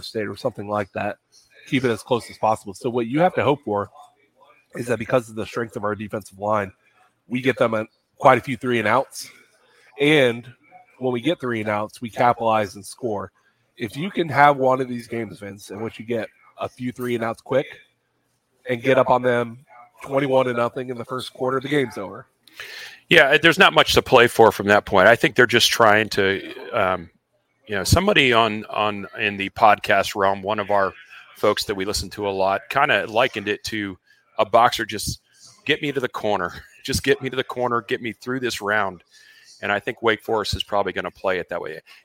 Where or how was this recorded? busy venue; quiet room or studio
busy venue